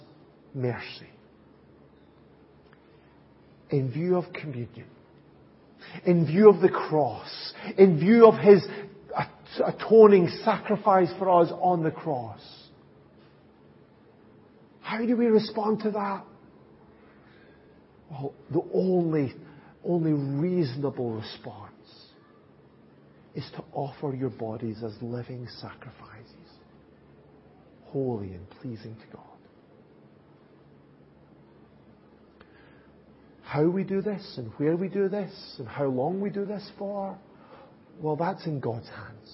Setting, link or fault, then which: setting, large echoing room